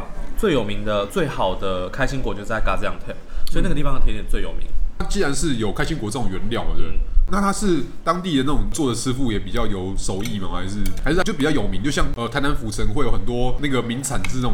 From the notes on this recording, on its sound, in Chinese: 本集白噪音指數：蚊風級 1/5。在台北永康街商圈的土耳其咖啡館內，伴隨著切割土耳其甜點【果仁蜜餅 Baklava】的刀叉聲。進行了一場像是完全沒注意到桌上有麥克風（而且錄得清清楚楚）般的自然錄音。錄音地點：登陸土星土耳其咖啡永康店。